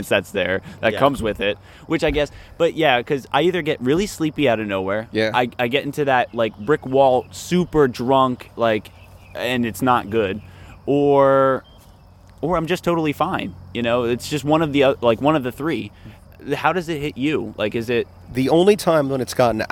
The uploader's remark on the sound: He came out and recorded in the backyard with us for our first episode!